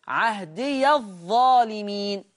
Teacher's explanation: ورش يقرأ وصلا بفتح الياء